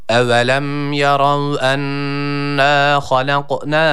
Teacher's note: uzatırken de A sesini vermiyoruz burada. E-A arası bir ses veriyoruz. Bir elif miktarı.